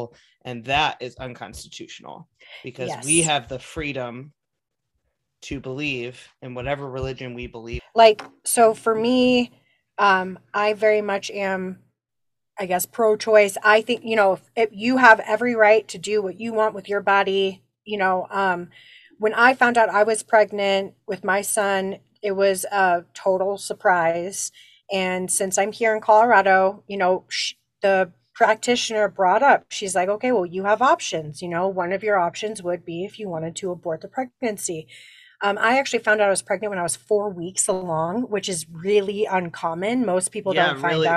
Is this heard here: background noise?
no